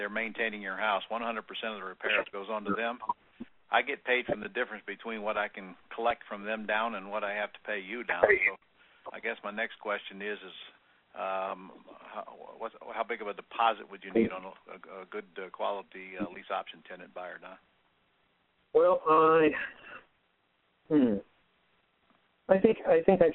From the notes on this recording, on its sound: Q&A Call